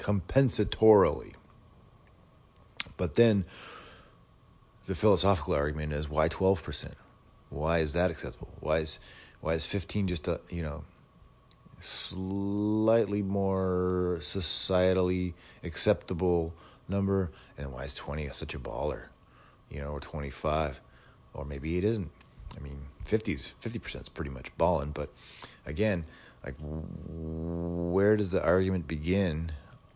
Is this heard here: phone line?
no